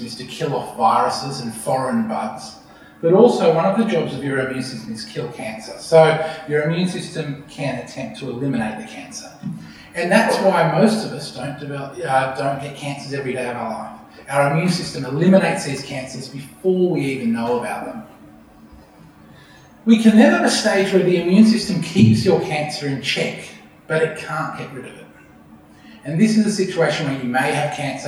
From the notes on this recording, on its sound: A Sydney Ideas event held at Westmead Institute for Medical Research (WIMR) on Monday 13 August, as part of Sydney Science Festival.